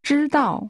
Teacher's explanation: This is pronounced with a high level followed by a falling tone.